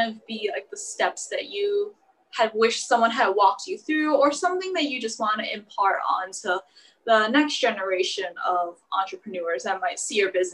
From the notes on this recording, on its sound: now a zoom meeting due to social distancing guidelines